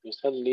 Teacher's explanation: ترقيق اللام حتى عند ورش لأنها مكسورة